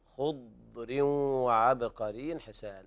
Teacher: الضاد ساكنة ليس فيها قلقلة